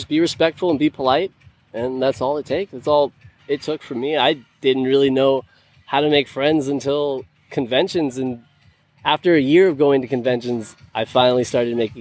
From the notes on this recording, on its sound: Live at Cosplay Beach Party.